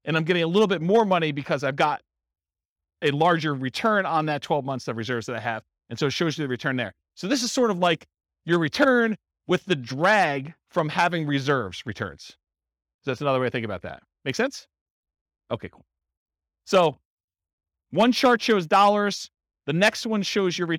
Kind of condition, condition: setting, live audience